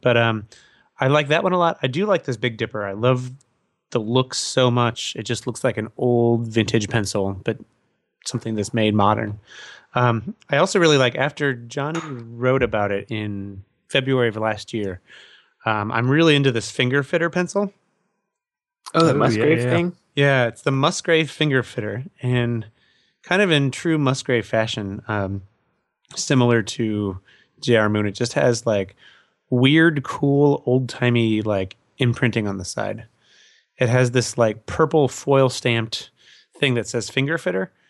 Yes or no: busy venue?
no